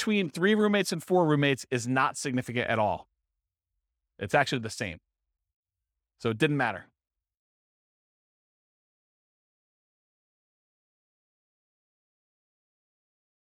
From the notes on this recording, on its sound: This was a live class recorded